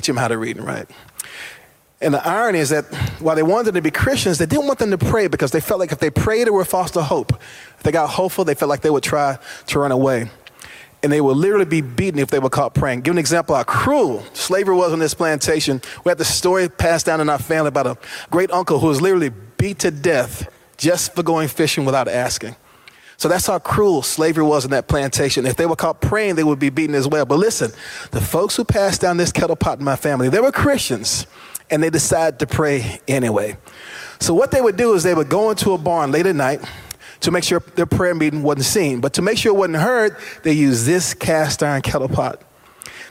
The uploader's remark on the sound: This week’s podcast was an event I heard live